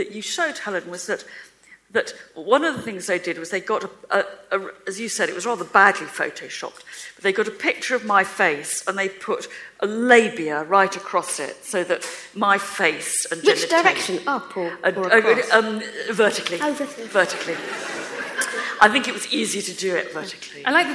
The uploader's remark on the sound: The full audio from the New Statesman's sell-out event. At Conway Hall.